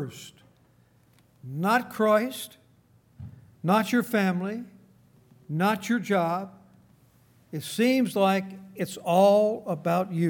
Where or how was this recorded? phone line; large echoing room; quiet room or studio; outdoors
large echoing room